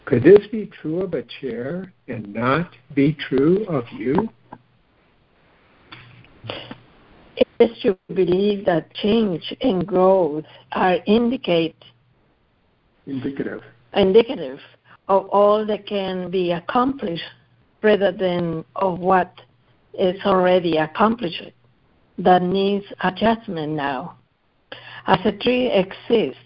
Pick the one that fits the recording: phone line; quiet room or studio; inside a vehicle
phone line